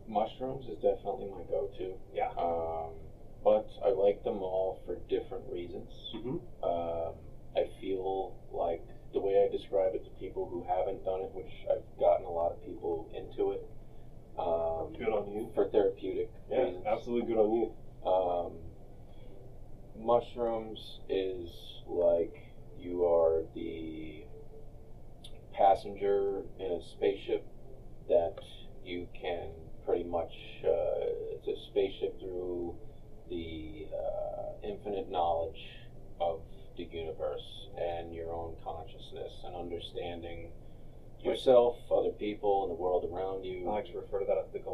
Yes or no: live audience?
no